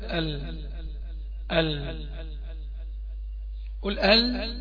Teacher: طرف حافتي اللسان اللي هي في المؤخرة اللي بسموها أدنى الحافة إلى منتهى الطرف مع ما يقابلها من لثة الأسنان العليا، بس بالضبط من أول الضاحك إلى الضاحك.